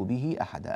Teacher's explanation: به أحدا ولا أشرك به أحدا، الهاء مكسورة فوصلناها بياء لأجل ذلك · Term: مد الصلة